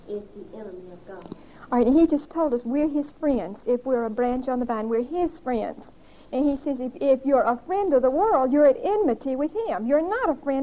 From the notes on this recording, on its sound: Recorded on 11/18/1975 at Whitesburg Baptist Church.